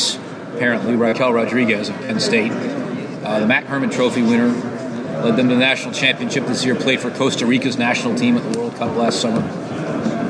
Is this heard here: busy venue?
yes